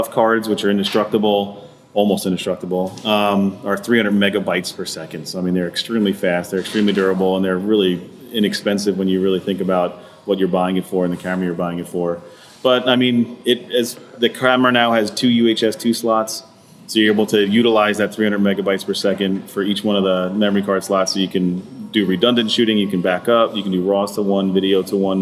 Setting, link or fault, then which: setting, busy venue